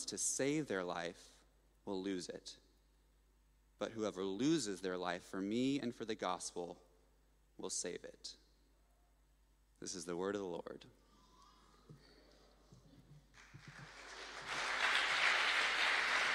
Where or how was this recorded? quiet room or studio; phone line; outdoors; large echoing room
large echoing room